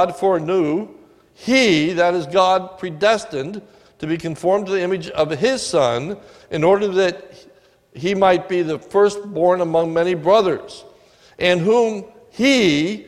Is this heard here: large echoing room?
yes